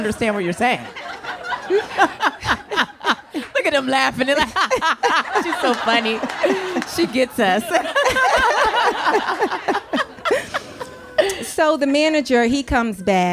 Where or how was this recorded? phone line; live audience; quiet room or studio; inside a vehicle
live audience